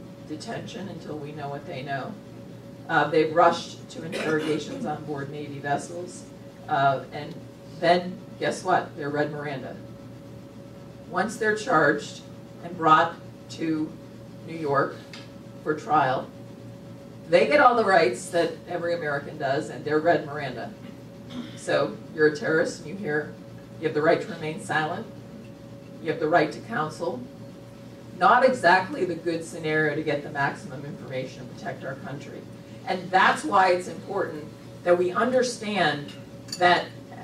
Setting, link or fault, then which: setting, live audience